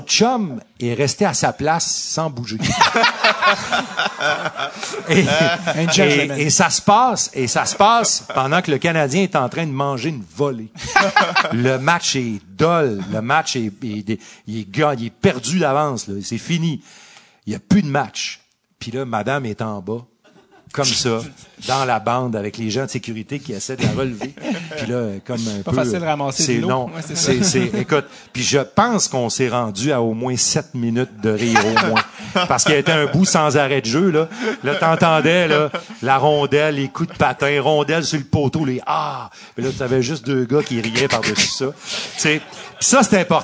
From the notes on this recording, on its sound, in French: Épisode spécial enregistré devant public.